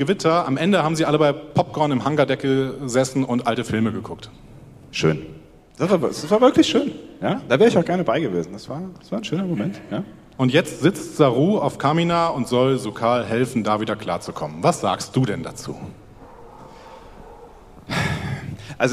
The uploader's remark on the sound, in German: Live von der Fedcon 29